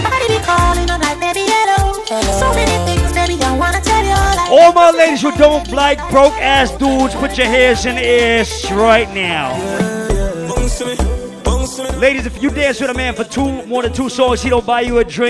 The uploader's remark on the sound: LIVE AT ISLAND SATURDAYS ON APRIL 29TH